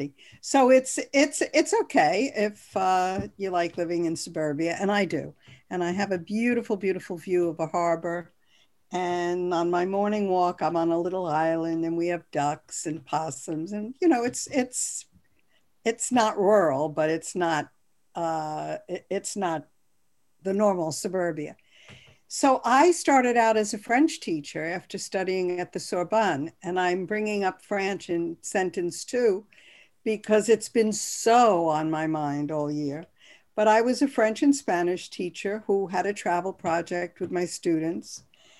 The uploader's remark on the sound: Over Zoom for a podcast conversation.